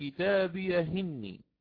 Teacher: أتيت بحركة الكسر في همز القطع ونقلتها إلى الهاء الساكنة، هاء السكت، فصارت كتابيه إني. · Term: النقل